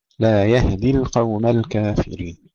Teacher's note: ننتبه إلى ترقيق اللام، كثيرا ما يخطئ الإخوة فيفخمونها